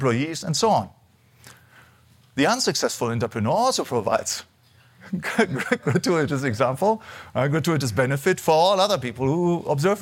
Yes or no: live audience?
yes